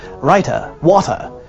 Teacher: Now, in American English, we often pronounce the T in words like writer and water as D's, but transatlantic speakers will hit that T like it stole something. · Term: clipped, sharp T's